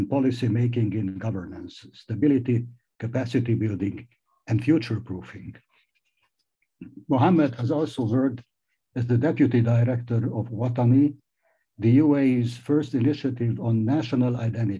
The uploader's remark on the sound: This public talk was conducted online via Zoom on Thursday, 5 May 2022, from 8.00 pm to 9.30 pm (SGT).